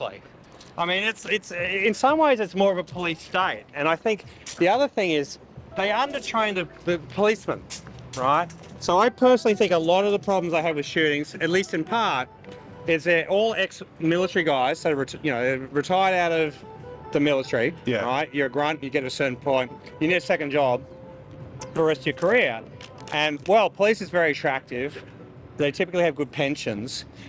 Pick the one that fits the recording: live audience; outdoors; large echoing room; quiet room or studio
outdoors